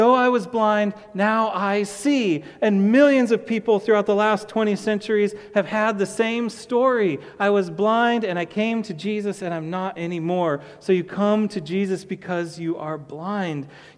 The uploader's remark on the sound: to the congregation of Peace Bible Church